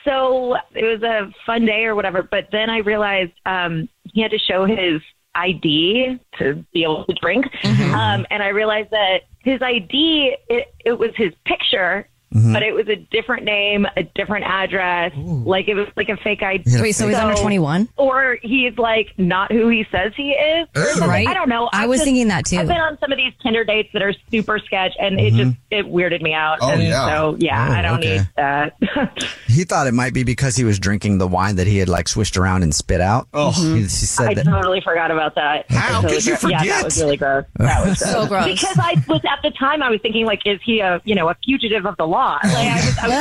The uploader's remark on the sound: We get that other person on the phone to see why they're "ghosting". One of our listeners is calling because he isn't getting a call back from a girl he went on a date with!